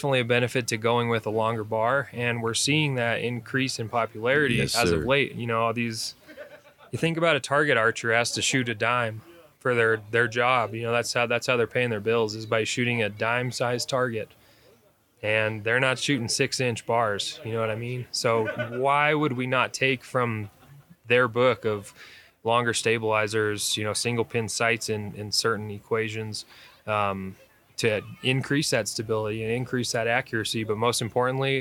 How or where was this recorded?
busy venue